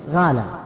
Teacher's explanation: القاف بعض القبائل ينطقون غين، وهذا موجود الآن غان عند بعض السودانيين وعلى في بعض أهل الخليج، يقول القاف غين غالة، لأن القاف حرف حلقي بعيد، إخراجه يحتاج إلى مشقة وجهد، فمخرجه بين القاف والعين والغين أسهل من إخراجه من مخرجه الأصلي.